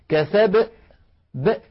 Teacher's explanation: بعد الباء ينطق همزة ساكنة